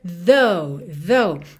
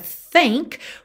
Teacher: esse TH do começo é o TH vocalizado · Shown in: first take · Lembrando que quando a gente vê um TH, normalmente a gente vai ter linguinha lá nos dentes da frente, aqui.